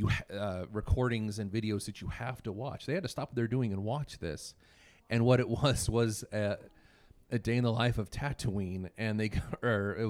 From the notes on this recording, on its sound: live from KramusCon in Boise, ID.